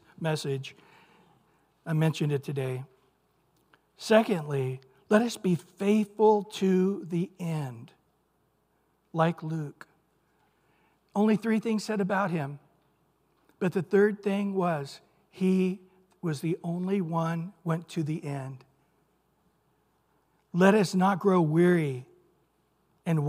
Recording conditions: large echoing room